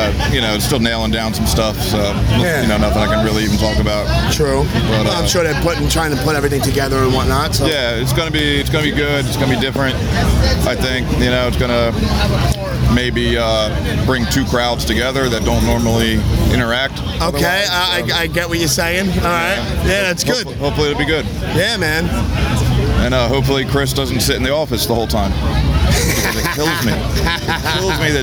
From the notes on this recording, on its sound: Recorded Live from The Electric Factory in Philadelphia at this year's This Is Hardcore Festival.